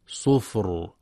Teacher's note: والصواب سكونها صفر مع مراعاة تفخيم الراء